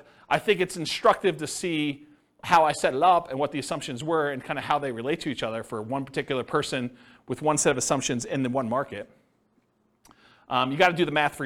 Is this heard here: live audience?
yes